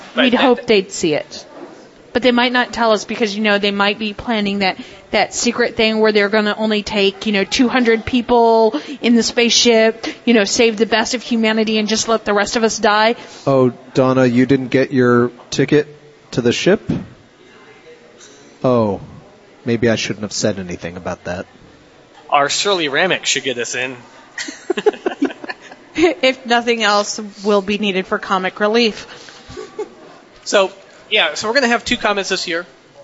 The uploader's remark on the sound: LIVE at Big Bobs Burgers. Questions comments concerns from audience.